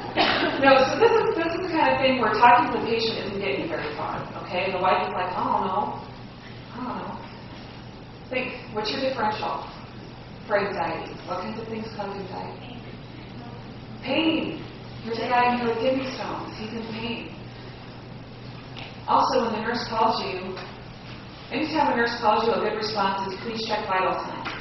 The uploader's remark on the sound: Medical Student Lecture. Sorry about the poor audio quality.